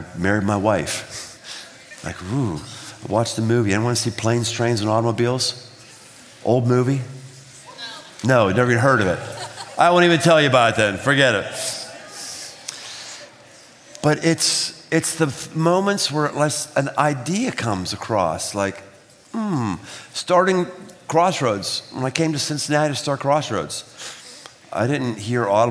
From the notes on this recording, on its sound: Live at The Big Night. 3,000+ teenagers, gathered from three states.